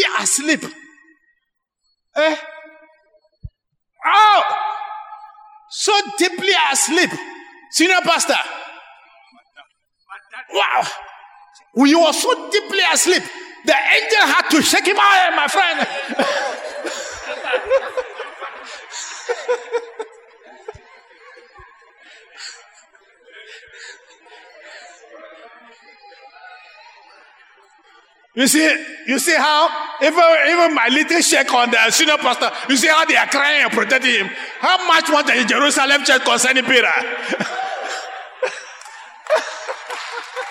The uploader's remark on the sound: Sermon preached at CBC Shiashi Campus